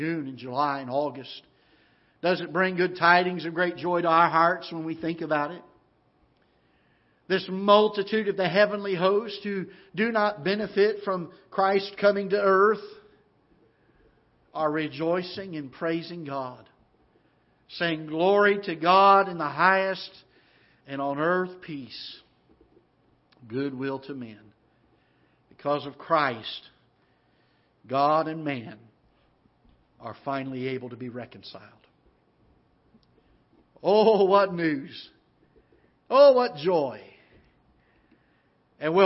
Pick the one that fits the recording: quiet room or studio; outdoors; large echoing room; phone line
large echoing room